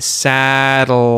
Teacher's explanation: But instead of releasing as a hard T, like T, it actually releases the sides of the tongue away from the teeth and goes into an L · Term: lateral release